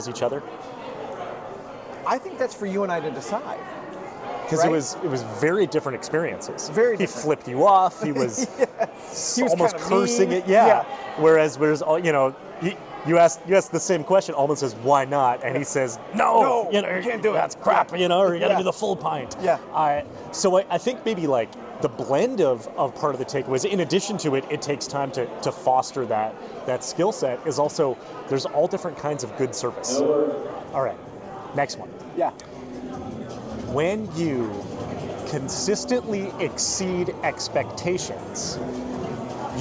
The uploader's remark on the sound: they recorded their findings in person at the Florida Attractions Association annual conference in the middle of the networking center